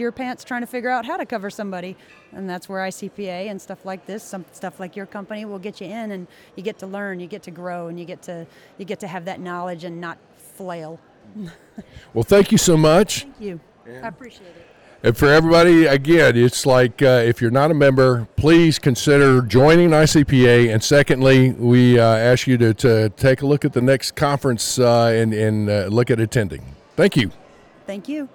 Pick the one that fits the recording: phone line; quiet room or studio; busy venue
busy venue